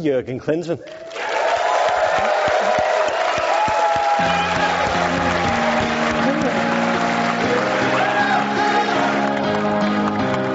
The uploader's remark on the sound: live onstage at SXSW Sports